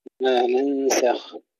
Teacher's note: الغنة مرققة وكذلك السين